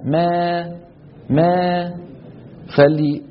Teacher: الإمالة الصغرى يرتفع وسط اللسان قليلا